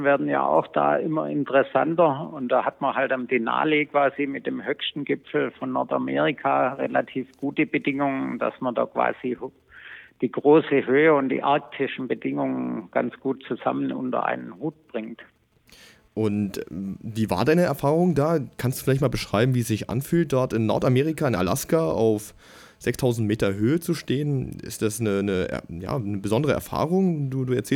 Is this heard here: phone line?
yes